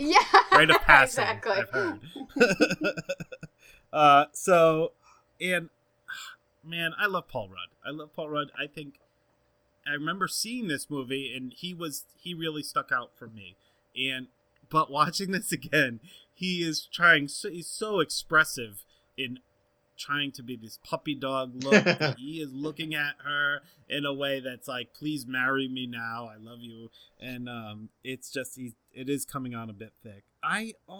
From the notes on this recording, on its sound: There were issues with sound on this episode.